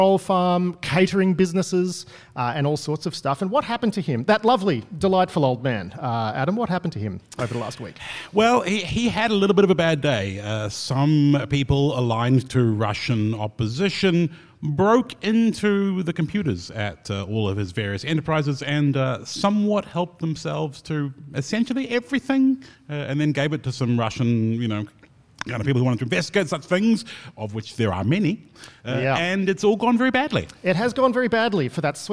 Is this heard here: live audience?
yes